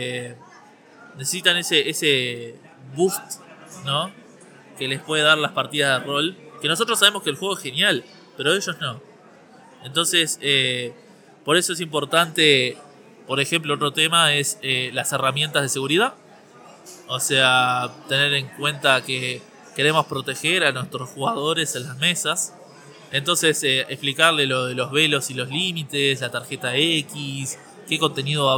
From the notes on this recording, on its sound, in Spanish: Grabado desde el Montevideo Comics